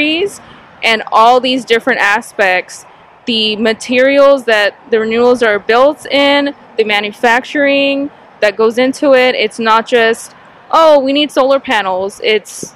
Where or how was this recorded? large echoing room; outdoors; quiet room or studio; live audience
outdoors